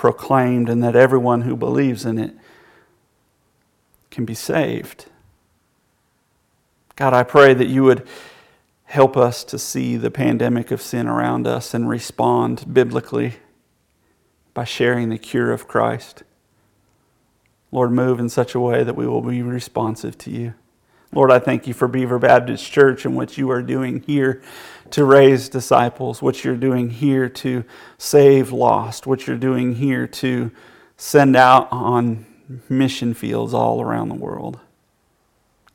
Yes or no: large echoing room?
yes